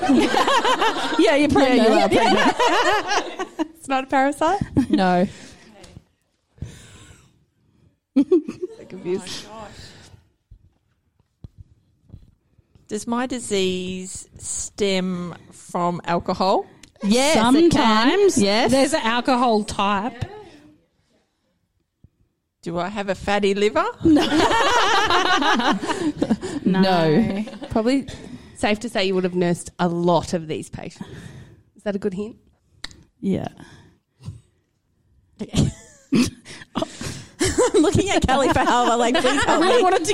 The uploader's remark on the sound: LIVE Episode. Shits & Gigs 2 was recorded in front of a live audience. Big thank you to super fans who came along to support our LIVE recording and gave us a cheeky helping answer here and there.